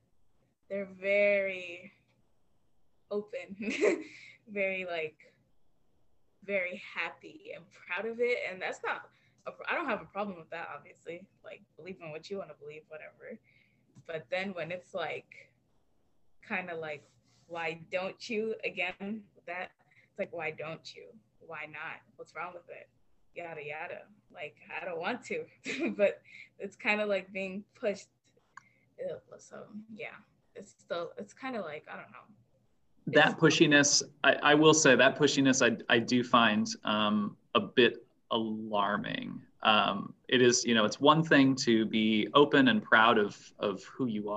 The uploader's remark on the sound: I had some technical difficulties so you'll need to turn your volume up a bit.